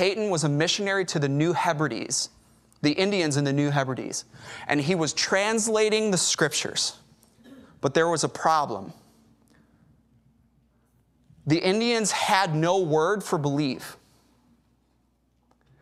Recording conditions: large echoing room